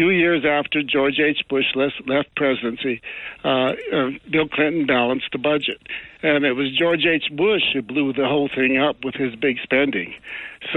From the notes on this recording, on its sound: we had open phones the rest of the show